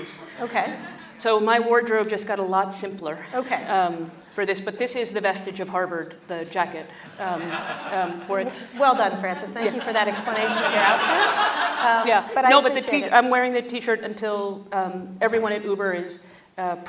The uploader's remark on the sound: Live onstage